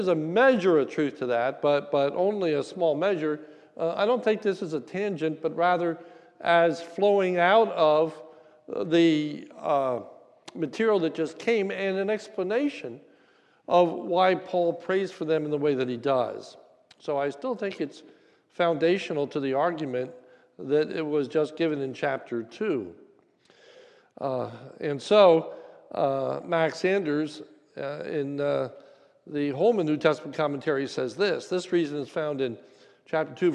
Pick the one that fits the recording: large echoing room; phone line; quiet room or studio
large echoing room